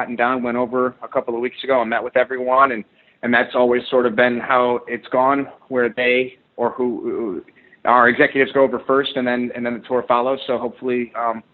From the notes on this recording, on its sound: The full audio from today's Impact Wrestling teleconference.